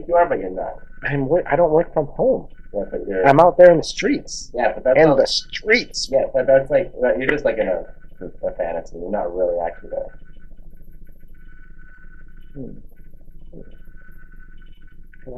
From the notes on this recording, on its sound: Sorry for the Audio.